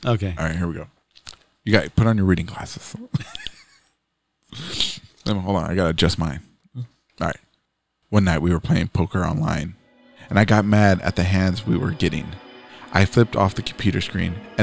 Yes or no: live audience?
no